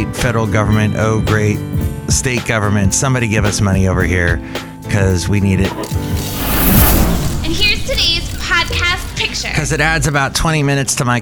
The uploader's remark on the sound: podcasts live from Cafe Anyway